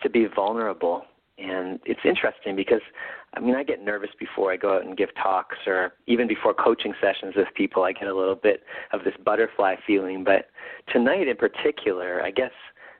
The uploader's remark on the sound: call in radio show